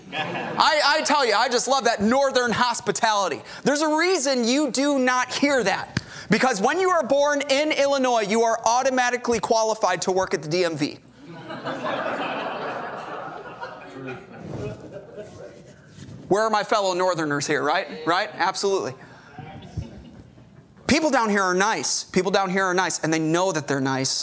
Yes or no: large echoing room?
yes